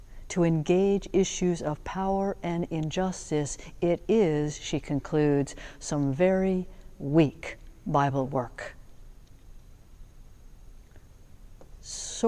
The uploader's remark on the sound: Sermons from Old South Church in Boston